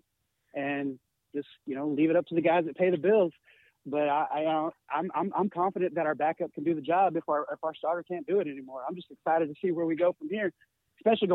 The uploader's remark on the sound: Is a one hour live streaming Sports Entertainment Podcast where callers get up to 2 minutes to blow off steam.